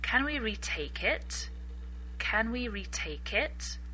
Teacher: Retake seems to eat up the word it. Instead of saying, can we retake it, with a little pause, the it joins with the retake.